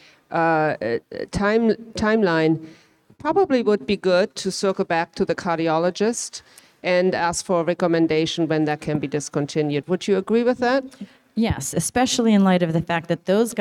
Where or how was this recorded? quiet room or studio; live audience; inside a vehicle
live audience